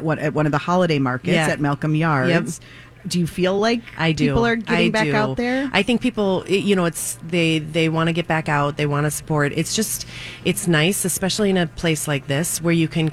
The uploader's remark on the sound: Live from the Galleria for PromPossible, a clothing donation drive to help Twin Cities students attend their own proms in high style!